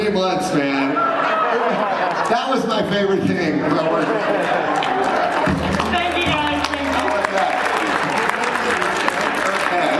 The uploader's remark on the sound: The Animanicast Goes to Salt Lake FanX and Animaniacs in Concert! Listen to some great clips of the concert and some highlights of their favorite panels at FanX.